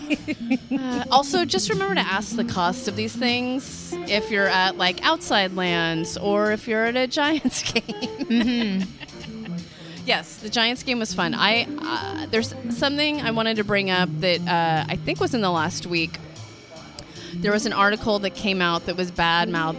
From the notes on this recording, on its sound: LIVE from Old Skool Cafe. Recorded live from one of our favorite restaurants in San Francisco, the Old Skool Cafe , a youth run jazz-themed supper club. The live music- you'll hear for yourself.